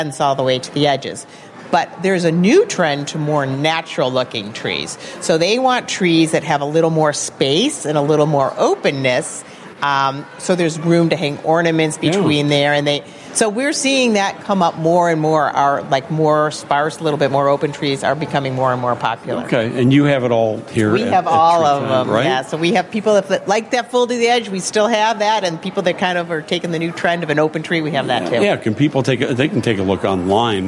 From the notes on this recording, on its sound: Live from Treetime Christmas Creations! The annual show at Treetime in Lake Barrington!